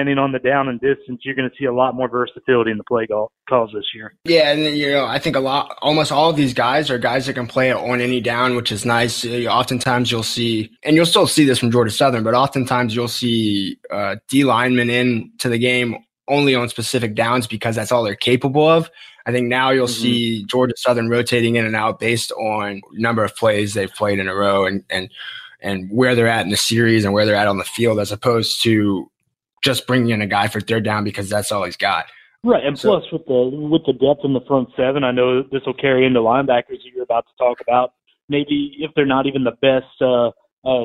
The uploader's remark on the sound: joined over the phone